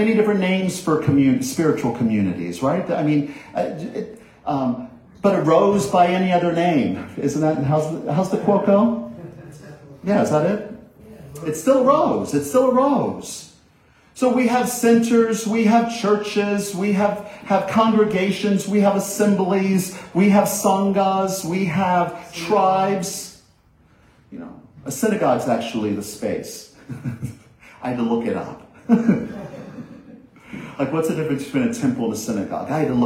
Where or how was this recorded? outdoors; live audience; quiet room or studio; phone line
live audience